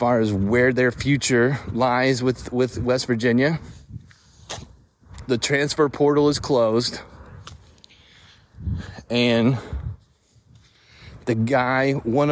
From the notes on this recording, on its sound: I recorded this a few minutes after the news came out while walking the streets of Nitro, West Virginia.